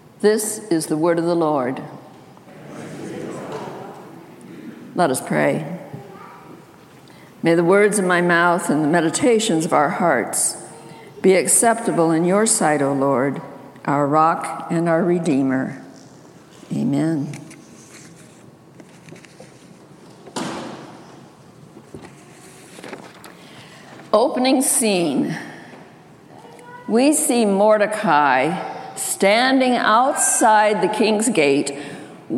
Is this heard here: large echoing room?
yes